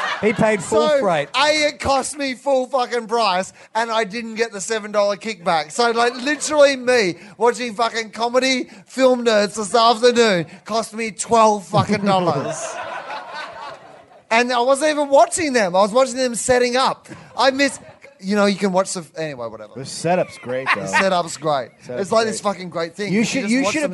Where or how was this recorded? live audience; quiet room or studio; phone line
live audience